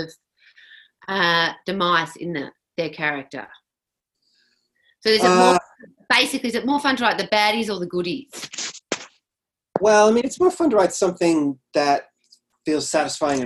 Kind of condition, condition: link, video call